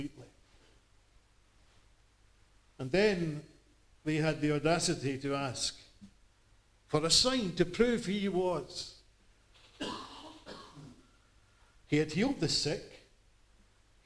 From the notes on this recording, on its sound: The recording was made as part of a Gospel Evening at Blacketyside Farm, Leven